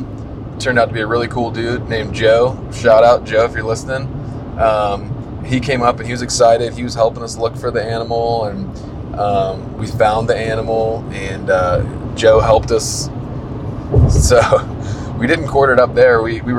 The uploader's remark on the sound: As we roll down the highway from Casper to Denver, headed home. Apologies for the background noise.